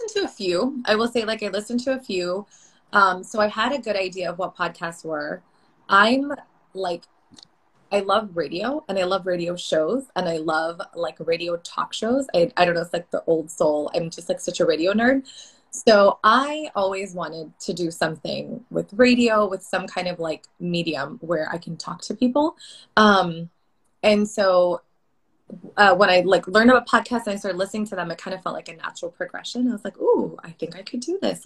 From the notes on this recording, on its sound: IG Live conversation. We record on Anchor.